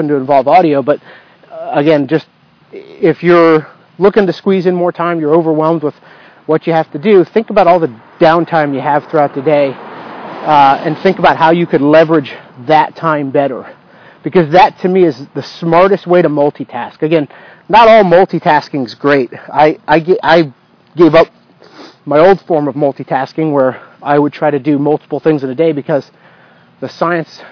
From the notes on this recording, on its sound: In this episode, I am walking outside, leveraging a chance to get fresh air and exercise, while recording a podcast. Dictamus – Used to record the episode (I later found that I could have increased the quality of the recording, oh well).